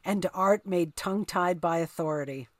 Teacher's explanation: The glottal stop of art and authority. And then the tongue stops of tongue tied.